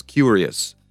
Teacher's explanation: you pronounce the first syllable in a more accentuated way. That's where the stress falls